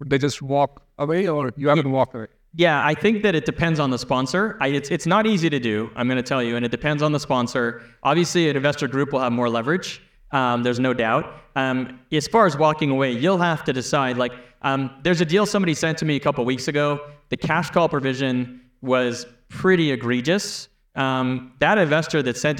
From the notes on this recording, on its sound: Keynote Address from the Left Field 2023 Meetup. The audience comes in hot with burning questions.